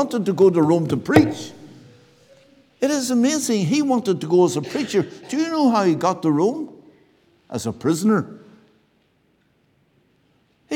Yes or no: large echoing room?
yes